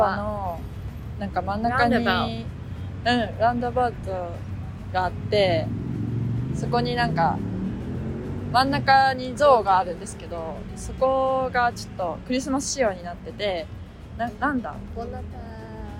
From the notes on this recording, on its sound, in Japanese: 10月末のリスボンは少しずつ寒くなってきました。歩きながらのお散歩フリートーク。